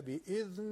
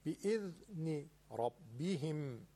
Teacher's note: حرف ذال نازکه و نوک زبونیه تکون نمیخوره